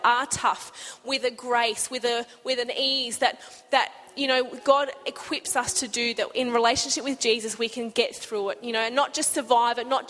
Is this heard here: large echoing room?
yes